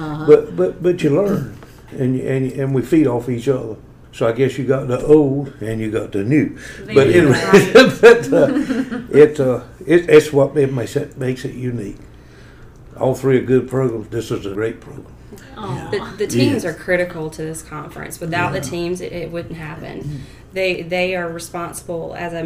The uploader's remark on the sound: This episode was recorded the during the Carolina Star Safety Conference in Greensboro.